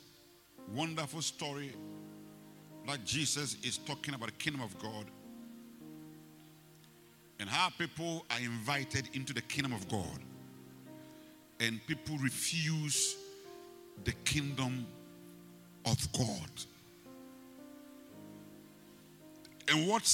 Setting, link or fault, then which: setting, large echoing room